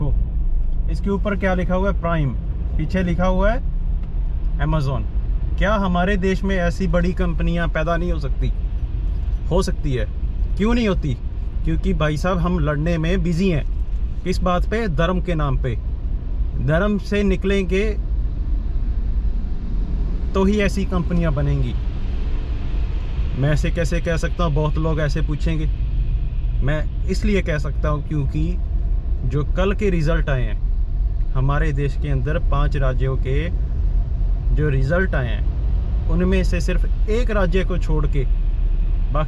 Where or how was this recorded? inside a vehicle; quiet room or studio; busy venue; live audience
inside a vehicle